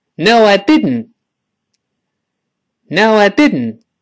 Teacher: 再快点儿，最后那个 t 也听不到了